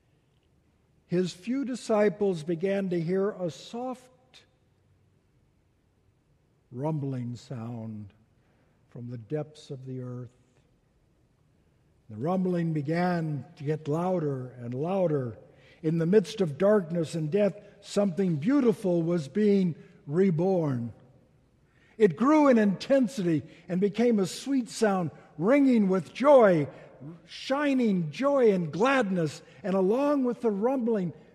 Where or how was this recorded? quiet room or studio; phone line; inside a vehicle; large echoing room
large echoing room